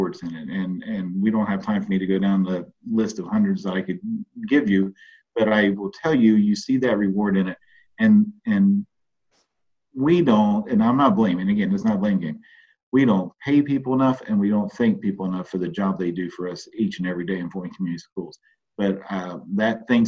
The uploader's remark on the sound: I got to sit down (via Zoom)